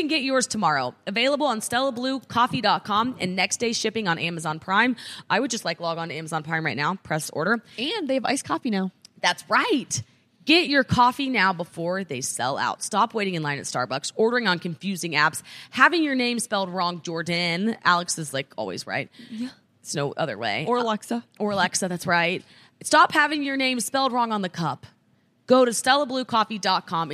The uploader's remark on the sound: We’re in Charlotte live from worlds cutest bar.